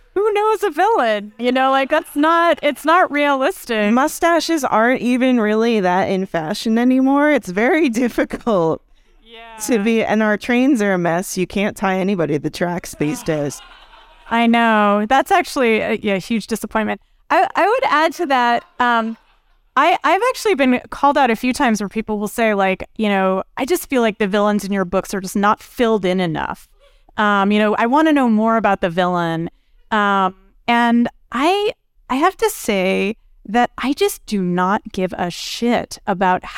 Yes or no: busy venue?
yes